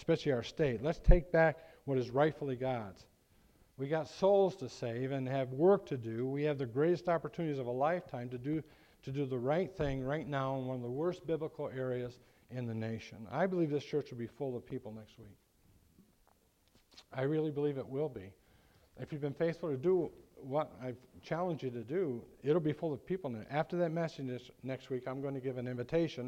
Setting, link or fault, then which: setting, large echoing room